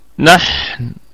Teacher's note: نحن النون فيها في الدرجة الخامسة في أقل درجات الغنة، في الدرجة الخامسة من درجات الغنة، والحاء فيها الرخاوة وفيها الهمس. نحن نقف عليها بوجه واحد بالسكون، وجه واحد بالسكون، وفي حال الوقف ستكون غنة النون في الدرجة الرابعة، أما وصلا فستكون في الدرجة الخامسة لأنها ستكون متحركة.